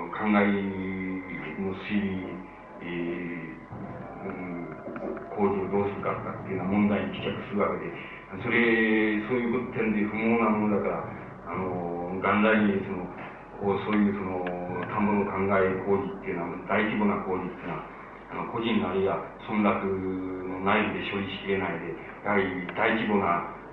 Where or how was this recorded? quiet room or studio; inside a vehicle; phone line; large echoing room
large echoing room